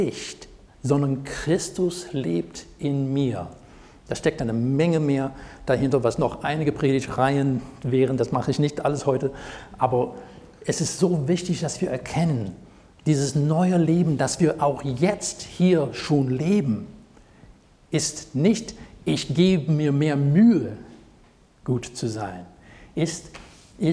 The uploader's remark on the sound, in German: Predigt aus dem Gottesdienst vom 16.07.2023.